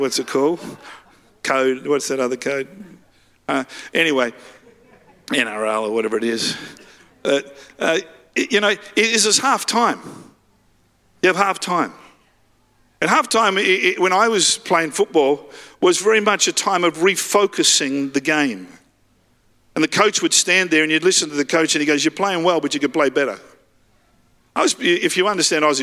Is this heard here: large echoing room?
yes